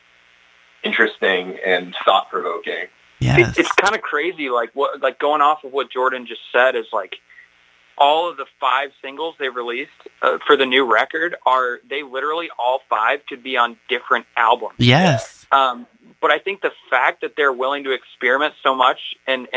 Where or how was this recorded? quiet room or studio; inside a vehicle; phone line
phone line